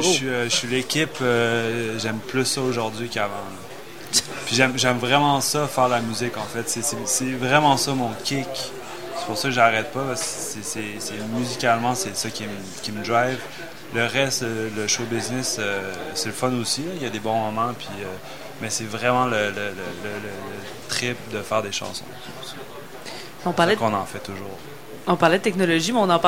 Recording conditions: busy venue